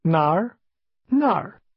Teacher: the falling, rising tone in the word where